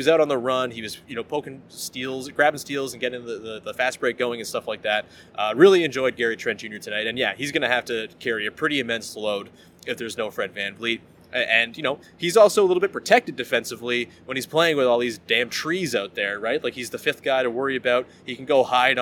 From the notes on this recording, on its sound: Goes solo LIVE from Scotiabank Arena.